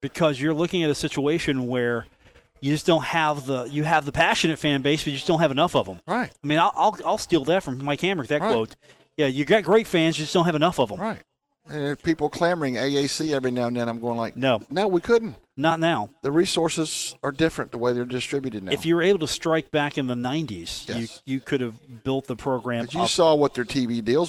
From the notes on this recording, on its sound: Live from the Union Pub and Grill in Huntington, West Virginia